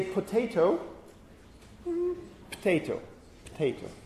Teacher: we can sometimes have an elision of a reduced vowel after a voiceless stop